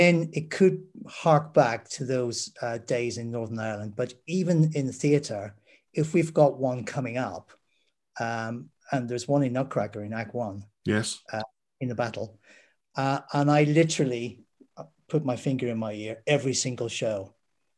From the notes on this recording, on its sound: This interview was recorded on 25th August 2021 via Zoom.